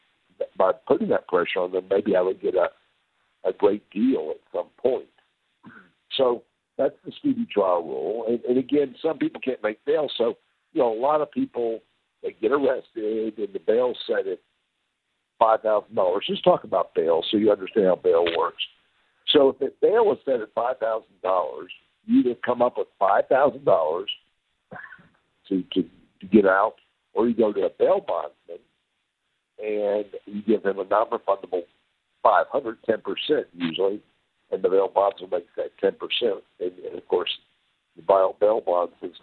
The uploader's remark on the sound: joins us by phone